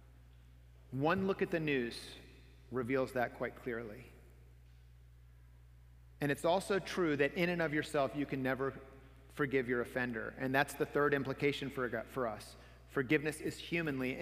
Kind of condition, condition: setting, large echoing room